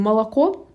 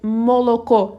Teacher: Гласные произносятся четко, они не заменяются на а · Shown in: second take · даже без безударные гласные, они все слышны.